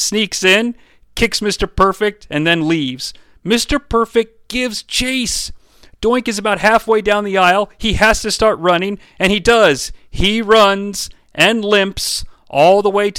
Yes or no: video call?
no